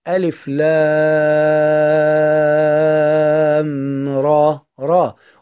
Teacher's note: ولا تقرأ راء بالهمز وإنما تحذف الهمز فتكون مركبة من حرفين